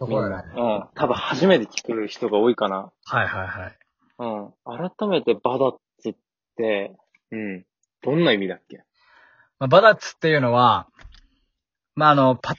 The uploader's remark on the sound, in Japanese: リモートで編集無しの一発録りでお送りします